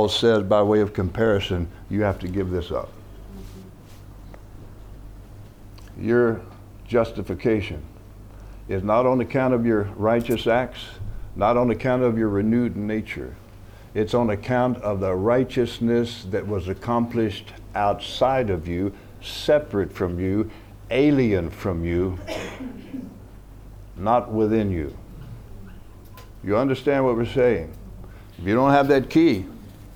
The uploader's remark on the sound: From the HeartCry Asia Conference 2023.